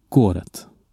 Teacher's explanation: Gåret betonas på första stavelsen så då blir det gåret.